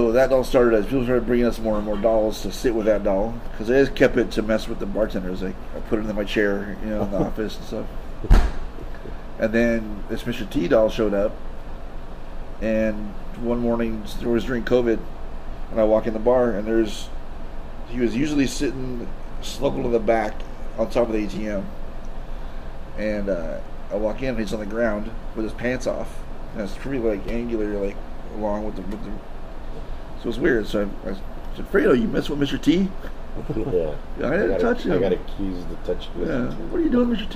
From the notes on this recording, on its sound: I did his interview while the bar was just opening, and there is quite abit of background noise. Personally, i feel that the bartender knew we were talking about the hauntings at the bar, and she didnt want us talking about it, so she made extra noise to disrupt the recording.